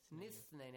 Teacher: Hamzatul Wasl is ignored, it's in the middle